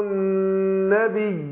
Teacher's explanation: الياء هنا فيها تمكين عشان ياءين ورا بعض، فاعمل فصلة بين الياءين خفيفة بحيث ما يعني ما فيش إضغام هنا، لا تضغم الياء في الياء.